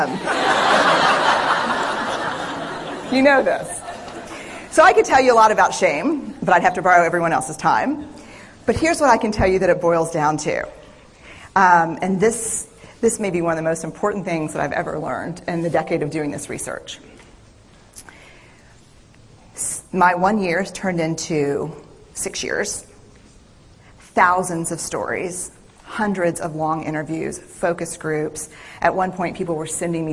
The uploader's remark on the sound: This is the audio of a TED talk. Night at Blazing Fire.